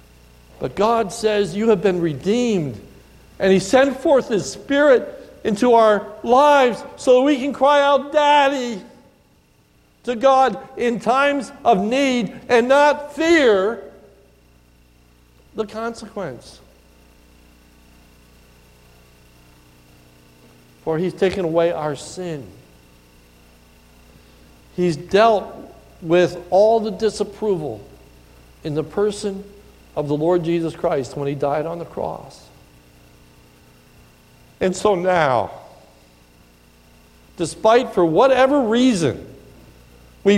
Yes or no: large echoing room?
yes